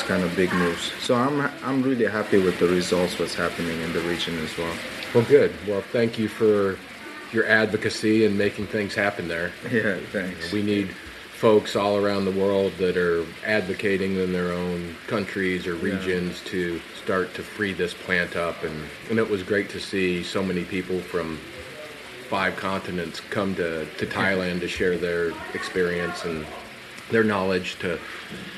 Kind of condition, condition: setting, busy venue